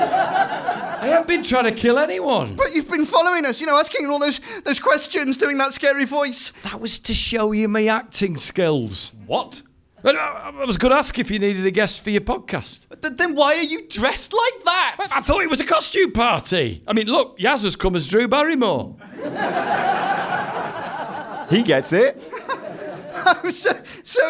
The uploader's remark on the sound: Live halloween special. Recorded with a live audience at The Buxton Festival Fringe!